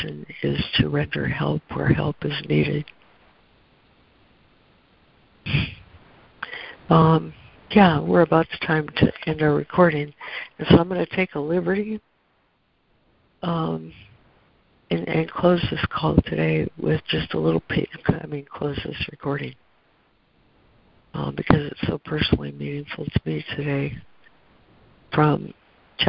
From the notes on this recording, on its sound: ACIM Daily Conference Call